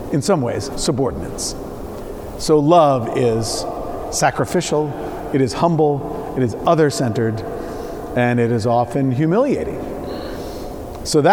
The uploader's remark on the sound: Preached at Saint Paul the Apostle Church, New York City on 1-07-19